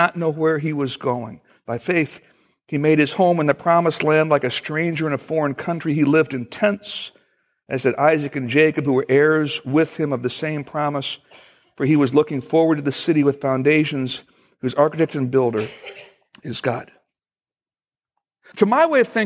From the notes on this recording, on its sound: Originally recorded August 10, 2014, at Fellowship Missionary Church, Fort Wayne, IN.